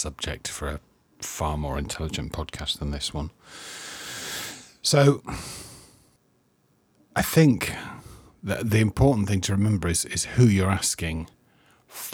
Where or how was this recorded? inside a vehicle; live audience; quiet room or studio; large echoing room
quiet room or studio